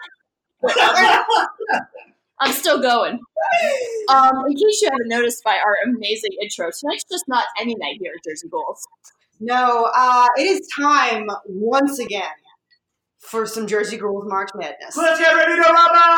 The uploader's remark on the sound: We had a lot of audio issues — we apologize in advance.